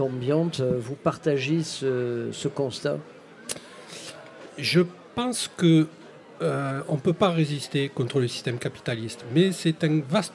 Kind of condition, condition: setting, busy venue